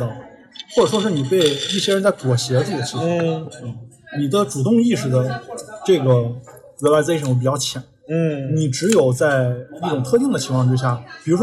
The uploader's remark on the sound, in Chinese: 我们在西安的一家烤肉坊吃饭时候录制的夜谈节目，完全没有任何事先的准备，几乎就是全程freestyle。